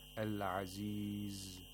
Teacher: And finally, عزيز، we have to hold the zai a little bit because we have to observe the timing of zai, which is a letter of rakhawa. It's a weak fricative. Al-Aziz. If we say Al-Aziz, that's incorrect.